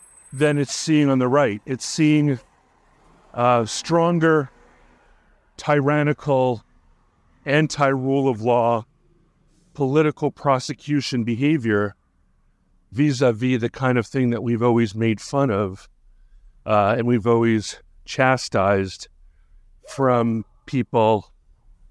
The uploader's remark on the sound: A Walk-and-Talk Episode. As he strolls through his surroundings, with the caveat of anticipated pauses due to human interaction. Needing to pause his narration due to passers-by, thereby ensuring an authentic walk-and-talk experience for the listeners.